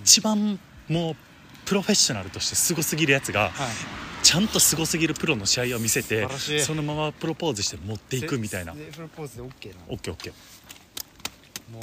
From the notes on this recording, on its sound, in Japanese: 僕らは地元が一緒でして、今年は帰省の日も被っていたため、新年明けたて、路上収録しました。